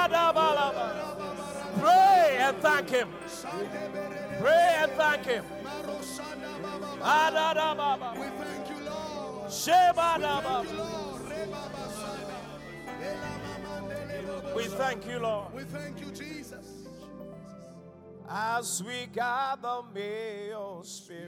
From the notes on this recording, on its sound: Encounter Service. Preached at The Qodesh.